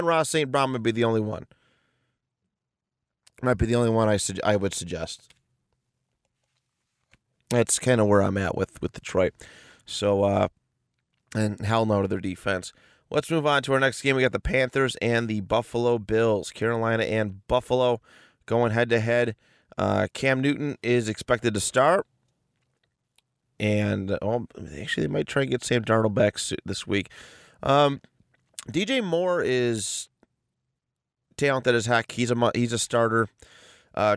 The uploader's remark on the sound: In Indianapolis for this week’s fantasy episode, recording out of his car after a night of hijinks.